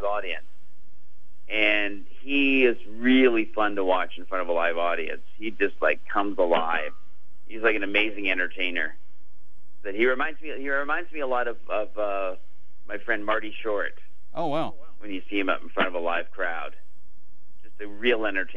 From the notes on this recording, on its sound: called